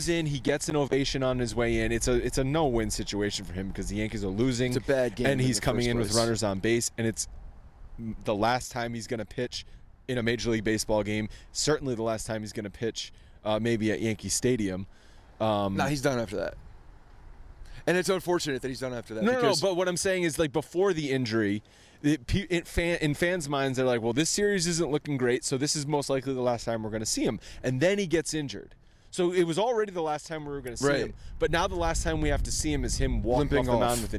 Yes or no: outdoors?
yes